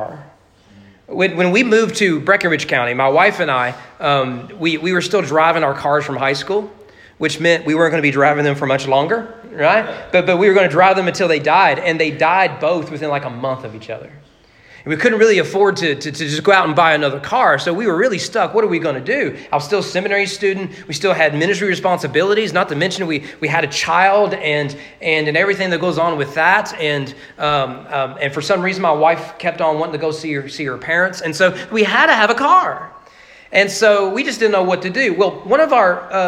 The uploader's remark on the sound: Sermon preached at Walnut Grove Baptist Church on February 28, 2022 for their Man Up event.